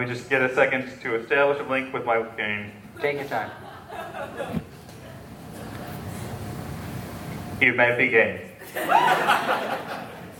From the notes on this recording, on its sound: LIVE SHOW EXCERPT. A little something extra from our Jaws: The Revenge live screening.